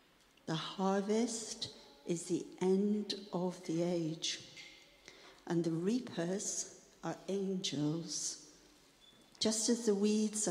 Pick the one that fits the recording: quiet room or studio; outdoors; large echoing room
large echoing room